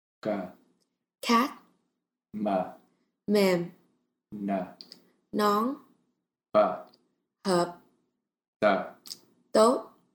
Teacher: while you should form the shape of these consonants with your mouth, they are silent · Term: common final consonants